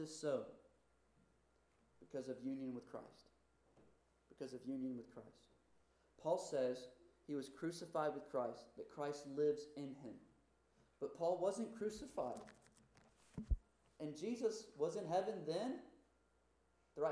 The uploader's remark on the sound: Due to technical error this recording is inconsistent in quality and volume